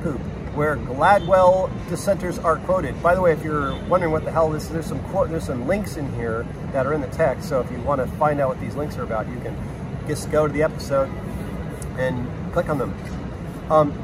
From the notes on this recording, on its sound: On the steps of NYC's 8th Avenue post office with way too much street noise and a smeary iPhone lens. Ambiance aplenty.